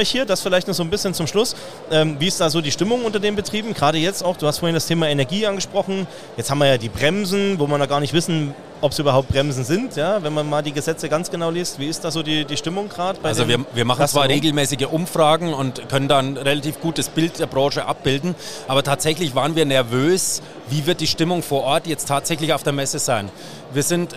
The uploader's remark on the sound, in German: Im Rahmen der Hoga-Messe in Nürnberg.